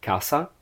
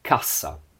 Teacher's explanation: saying casa with one s sound means house. If you say a double s sound, that means case. So we have casa, cassa, casa, cassa.